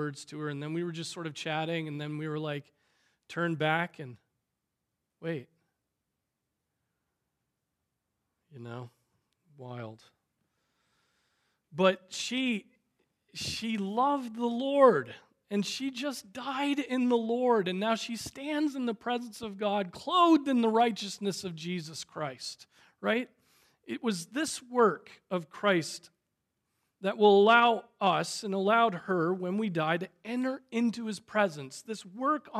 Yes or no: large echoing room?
yes